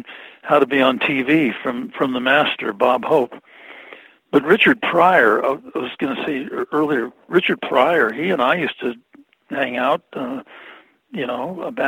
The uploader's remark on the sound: I spoke to him about that by phone